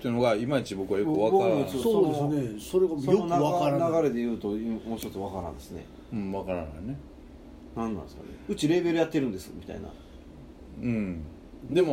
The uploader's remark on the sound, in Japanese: 神戸、SPACE DOG!RECORD(お店)より。